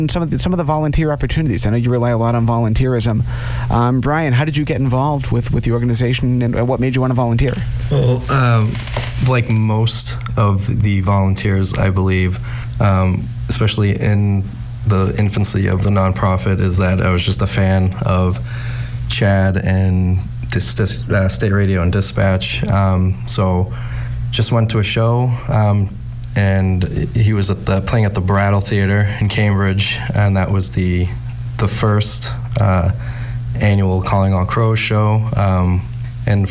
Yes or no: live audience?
no